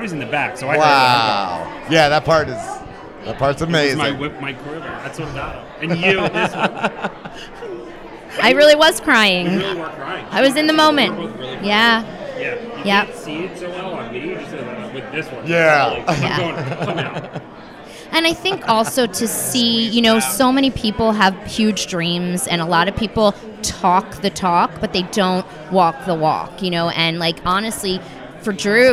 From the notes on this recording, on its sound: LIVE in Philly. LIVE at the Philadelphia Theatrical Premiere of "1/2 New Year".